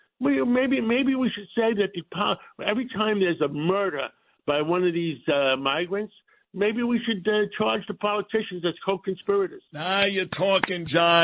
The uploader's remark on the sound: calls from London